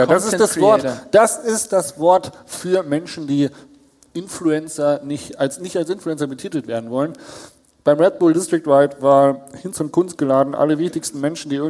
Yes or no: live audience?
yes